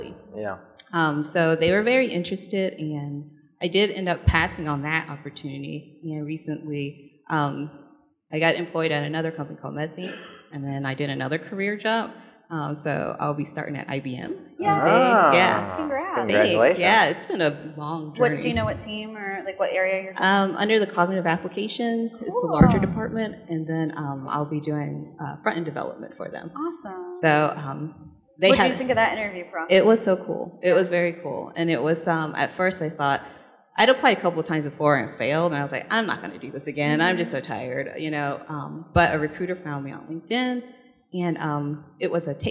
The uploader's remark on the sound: What you’re about to hear is a series of lightning chats recorded live from All Things Open 2019.